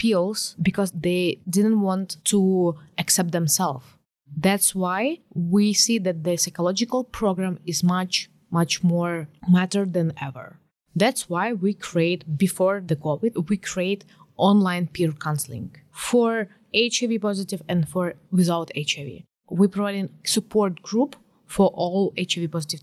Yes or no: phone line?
no